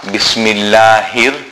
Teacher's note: The ha, Bismillahir, the ha in Allah subhanahu wa ta'ala's name is what we call a small ha. This small ha is pronounced from, you can almost say from the chest, right from the bottom of the throat and the beginning of the chest. This is where this ha is pronounced from.